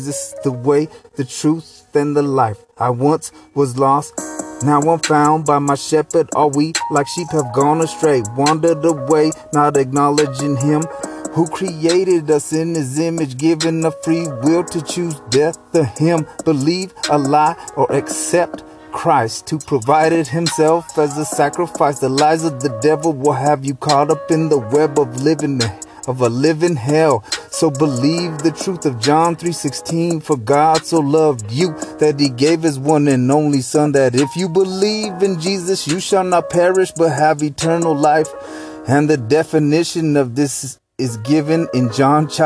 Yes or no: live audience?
no